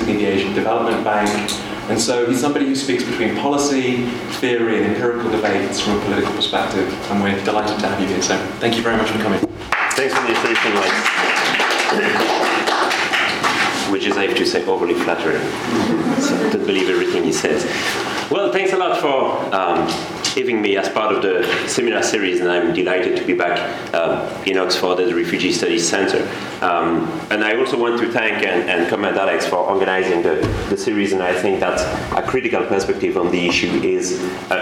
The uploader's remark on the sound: Podcast from the Refugee Studies Centre's Public Seminar Series. This podcast was recorded on Wednesday 1 February 2012 at the Oxford Department of International Development, University of Oxford.